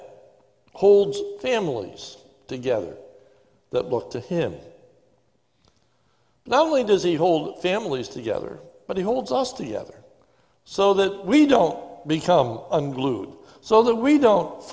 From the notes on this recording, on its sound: This is a sermon recorded live at the Lebanon Bible Fellowship Church on 12/13/2020 during the morning service